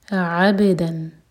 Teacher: عین حلق سے اور با پر قلقلہ عاب با کی آواز کو پلٹائیں گے عابدن دال پر فتحہ